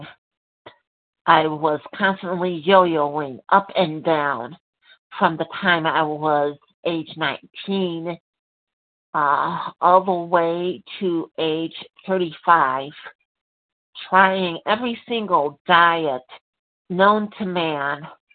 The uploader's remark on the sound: from the 100 Pounders Phone Meeting